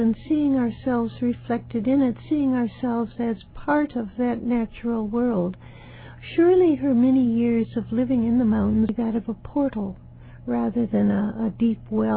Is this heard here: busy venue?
no